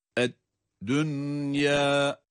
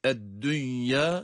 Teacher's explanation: Dolayısıyla burayı biz ed-dünya, dünya nunu izhar ile okuyoruz. Ya'yı da med ile telaffuz ediyoruz. · Shown in: first take